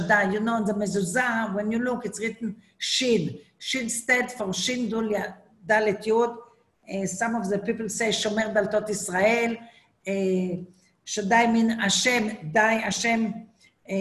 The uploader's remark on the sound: Zoom Class